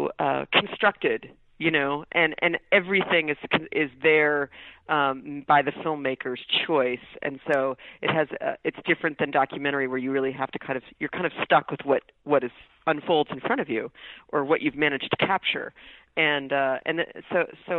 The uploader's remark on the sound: I spoke with her by phone. She was at home in Syracuse, New York.